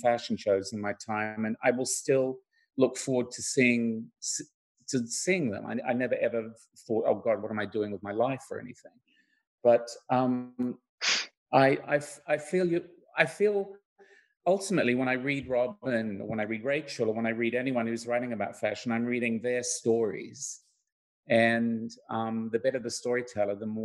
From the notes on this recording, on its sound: LONDON, United Kingdom. Virtual panel discussion.